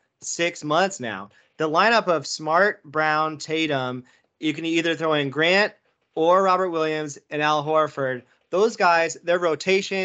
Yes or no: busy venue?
no